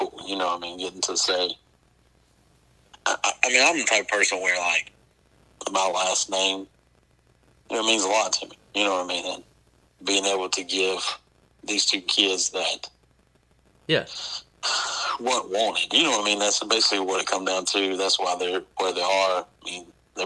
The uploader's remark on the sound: burnt the phones lines